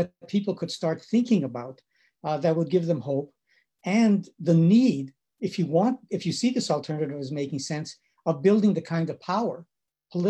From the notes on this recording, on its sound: Recording of TWT & Verso's webinar.